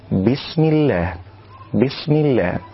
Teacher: والصواب أن يأتي بالسين الساكنة بصورة صحيحة بلا تحريك ولا اضطراب